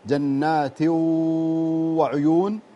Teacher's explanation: أنت جبت الحرف صح جبت الإدغام بس ما جبت الصفة اللي هي الغنة